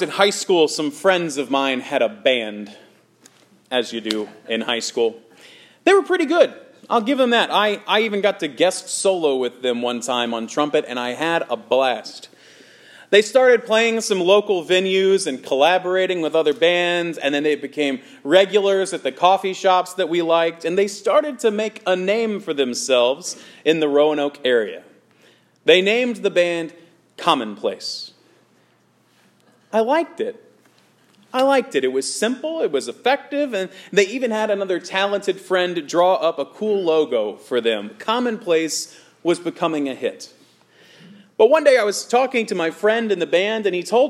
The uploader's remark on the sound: Sermon preached at Good Shepherd Evangelical Lutheran Church in Lexington, VA